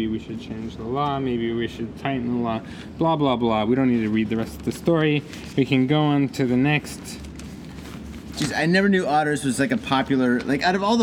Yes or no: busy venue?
yes